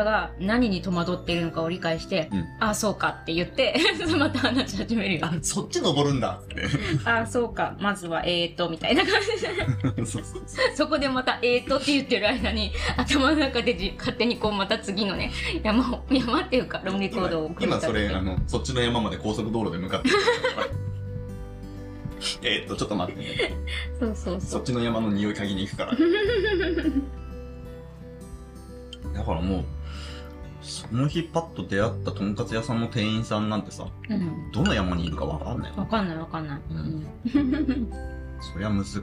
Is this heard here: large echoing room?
no